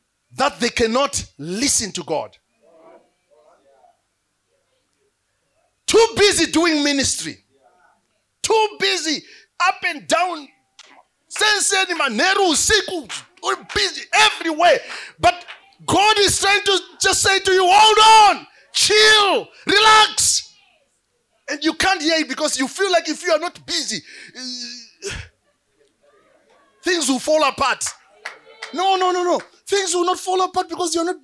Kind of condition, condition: setting, live audience